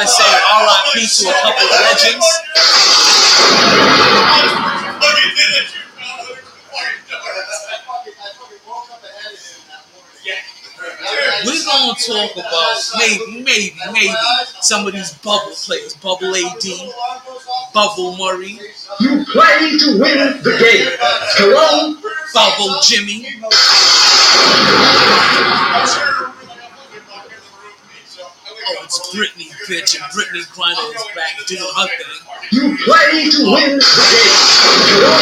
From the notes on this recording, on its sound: Live From Sharkys